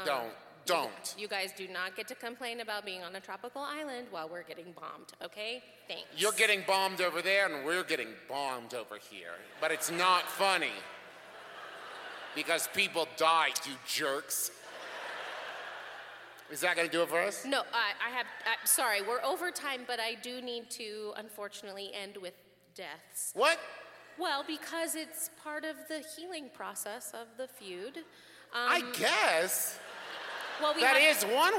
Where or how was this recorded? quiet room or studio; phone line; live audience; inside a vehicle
live audience